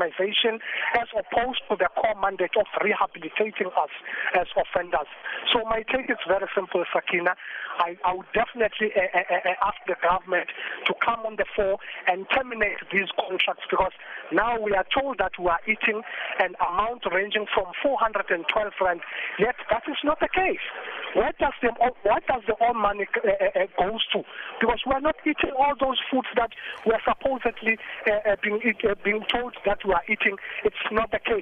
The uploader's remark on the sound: Makhado Prison inmate calls into #UpdateAtNoon